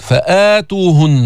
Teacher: هذا مد البدل مقصور برواية حفص عن عاصم 2 حركات